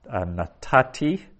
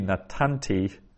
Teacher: Natati would be natanti, but the nun there disappears, gets assimilated into the tav · Shown in: first take